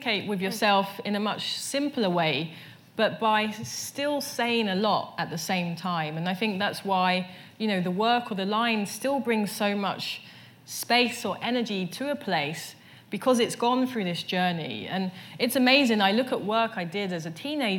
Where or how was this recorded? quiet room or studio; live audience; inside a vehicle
live audience